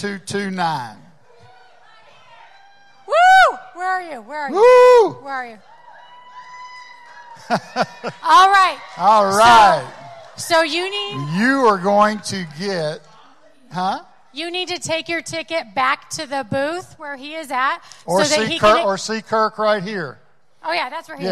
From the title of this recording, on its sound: Live From The Loveless Barn